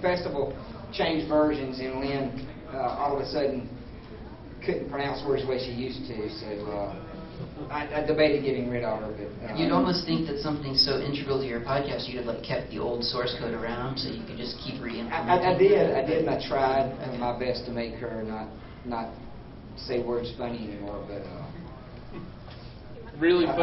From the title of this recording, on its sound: Hacker Public Radio Panel at Ohio Linux Fest 2010